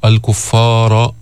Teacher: الراء مفخمة ولكن الفاء ليست مفخمة